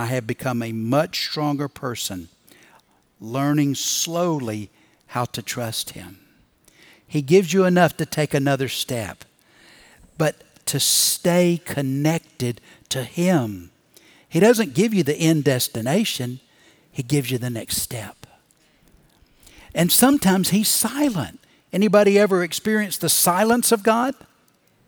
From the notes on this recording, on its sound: Recorded Live at Brookwood Church on 07.09.2023.